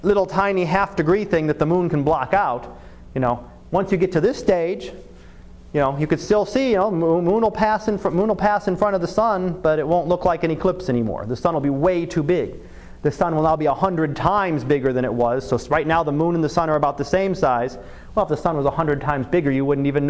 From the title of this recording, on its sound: Live Class Lecture